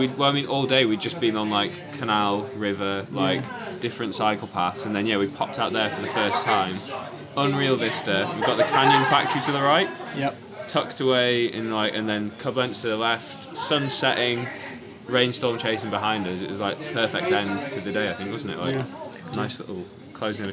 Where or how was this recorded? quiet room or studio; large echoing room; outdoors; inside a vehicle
outdoors